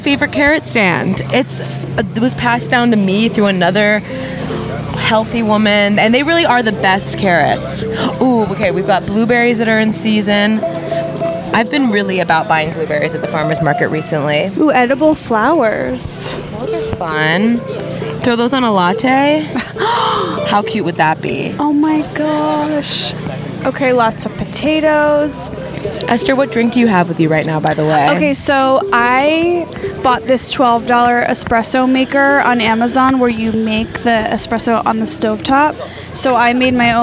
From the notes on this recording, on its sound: recorded an episode LIVE from the Hollywood Farmer's Market!